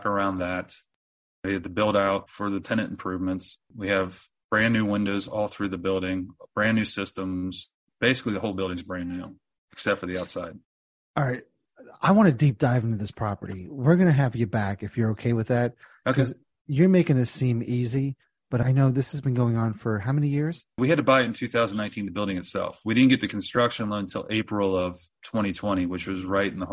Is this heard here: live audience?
no